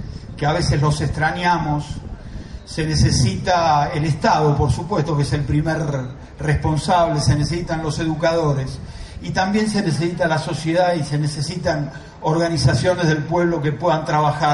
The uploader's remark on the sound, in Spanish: Audio de la jornada inaugural del Centro Educativo Tecnológico de Atilra en la localidad santafesina de Sunchales.